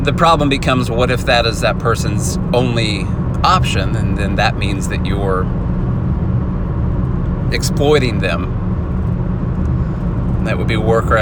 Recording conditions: inside a vehicle